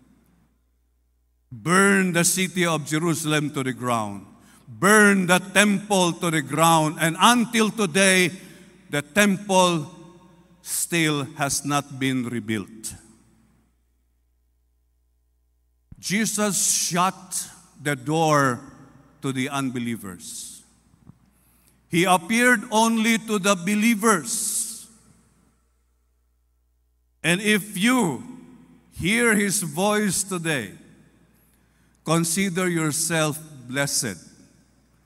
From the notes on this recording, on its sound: This podcast was recorded live last April 9, 2023 during our FIRST 4:30 am Sunrise Service at Zamboanga City Alliance Evangelical Church.